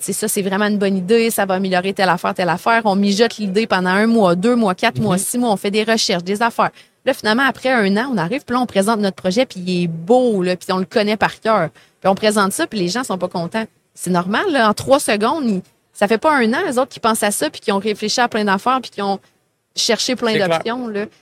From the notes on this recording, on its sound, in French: En direct du Salon Industriel de Terrebonne